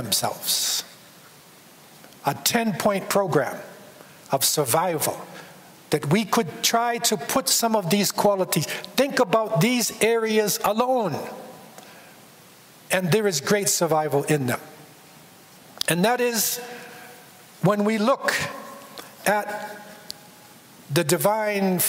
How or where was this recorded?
large echoing room